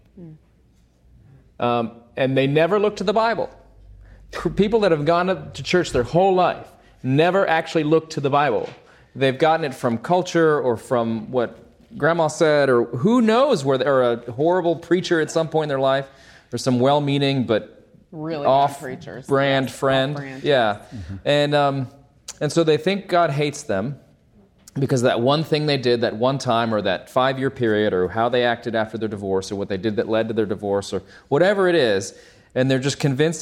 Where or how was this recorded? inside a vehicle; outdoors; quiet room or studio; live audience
live audience